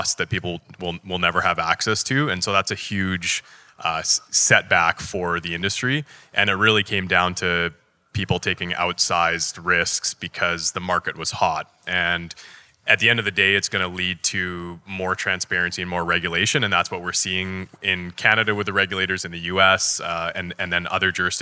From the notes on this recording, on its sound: The panel was recorded at the W3BX conference in Las Vegas.